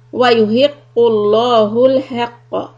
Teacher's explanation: لفظ جلالة لام will be heavy